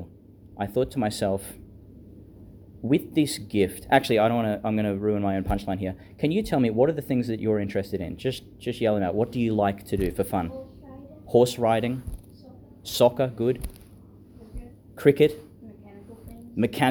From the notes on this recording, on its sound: Homily delivered Wednesday 24th August 2022, for a year level at St John the Baptist Primary School, Gladstone, Qld.